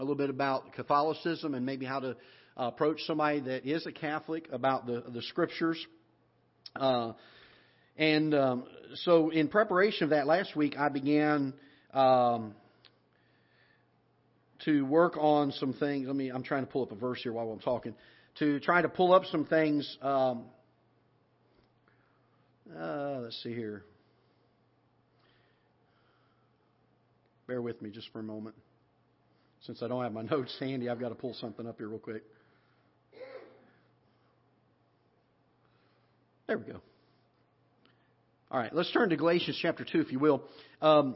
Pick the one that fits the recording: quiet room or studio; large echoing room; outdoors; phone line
large echoing room